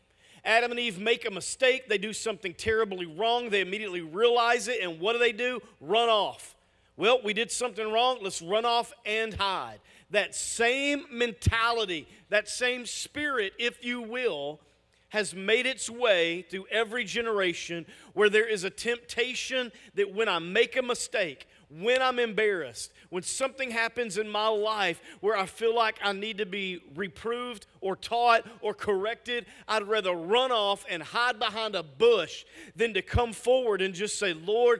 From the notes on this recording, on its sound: Message audio from our weekend services!